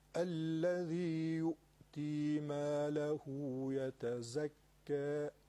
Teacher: لام رو تشدیدش رو بیارید ولی شدت ندید، یعنی اینکه الذي صدای لامو قطع نکنید